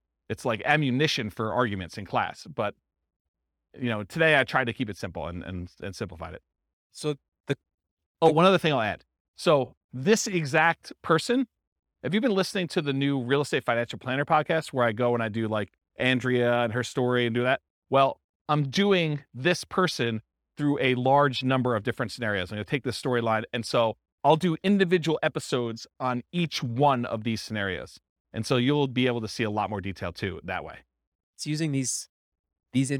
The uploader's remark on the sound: This was a live class recorded